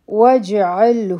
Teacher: واو به د جیم سره یو ځای شي په جیم باندې به قلقله کوو